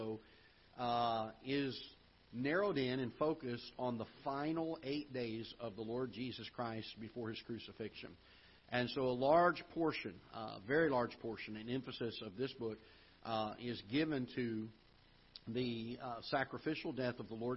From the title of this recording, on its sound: Ketha Heights Baptist Church ~ Live Broadcast